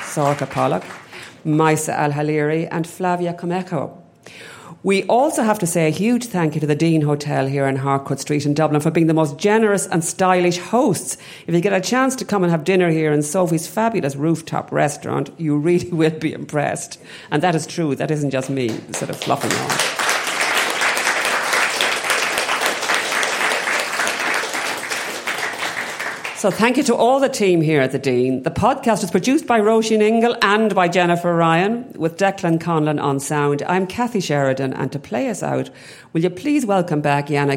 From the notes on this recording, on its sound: we hosted a special live episode of the podcast at The Dean Hotel in Dublin